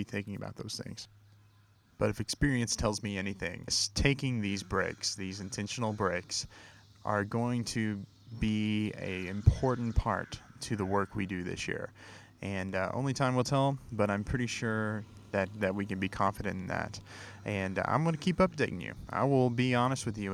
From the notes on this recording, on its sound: I recorded some thoughts while we were out in the wilderness this weekend